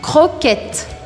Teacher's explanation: você vai fazer aqui no meio da garganta o som do R.